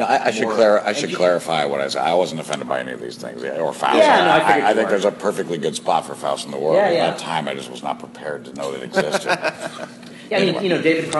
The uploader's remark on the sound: LIVE from Baltimore Comic Con! In this episode, we are LIVE from Charm City!